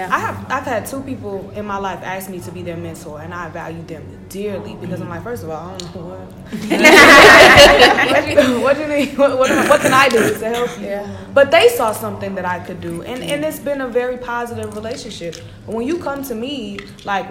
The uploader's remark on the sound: Hosted a LIVE recording at ACPA 2020 in Nashville, TN!